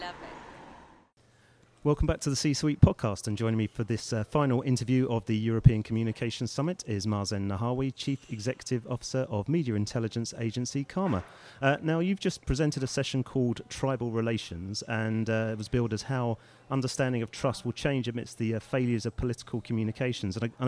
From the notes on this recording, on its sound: Recorded at the European Communications Summit in Brussels